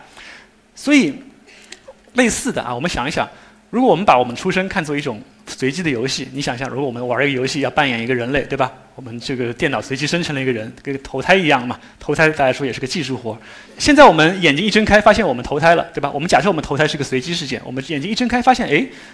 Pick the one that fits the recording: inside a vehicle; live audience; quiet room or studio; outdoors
live audience